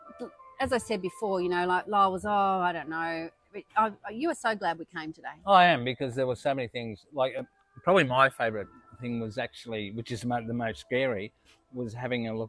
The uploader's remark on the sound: Queensland, Australia. We recorded live in different locations around the zoo where wewere stalked by water dragons -which if you can believe it - wander freelyaround the zoo and are as scary as they sound.